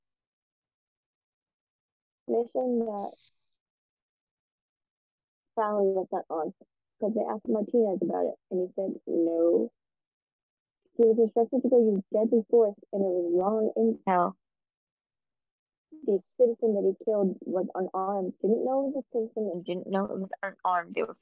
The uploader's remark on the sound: this episode was recorded really late and marathon speed but quietly